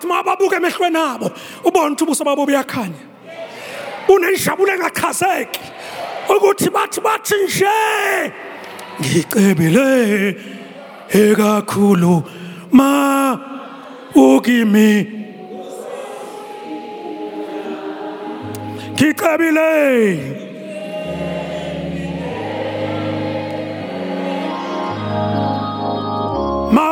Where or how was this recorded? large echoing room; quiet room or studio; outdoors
large echoing room